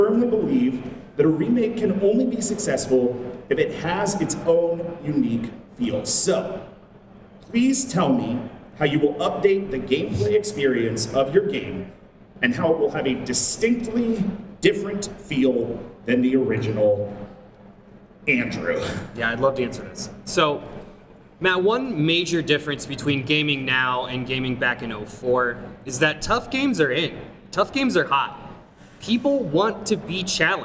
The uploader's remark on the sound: LIVE! at the Midwest Gaming Classic